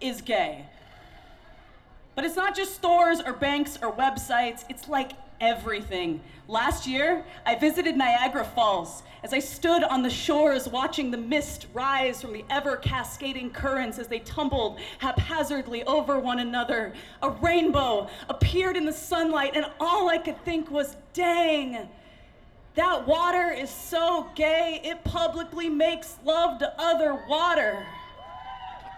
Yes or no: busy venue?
yes